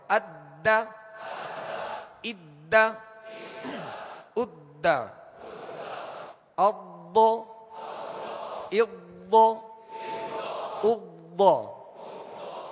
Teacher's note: اب یہ حروف قلقلہ میں سے دال ہے، لہذا اس کو جماؤں کے ساتھ خوب جماؤں کے ساتھ پڑھنا ہے